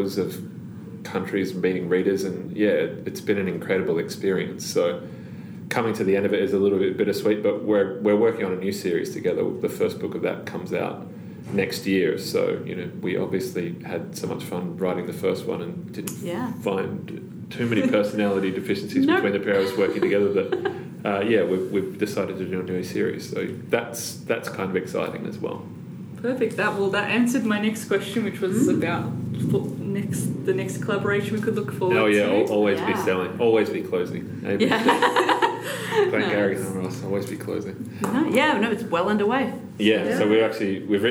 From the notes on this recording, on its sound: Live from the Obsidio launch. This special bonus episode is brought to you live from the book launch of Obsidio.